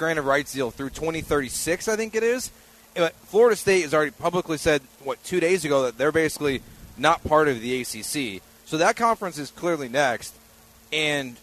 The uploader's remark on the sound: LIVE from Drift Bar in the Heights!